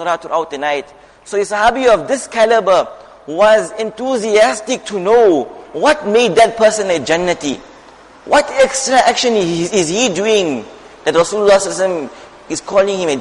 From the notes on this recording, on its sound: Jumuah Lecture at Masjid ur Rahman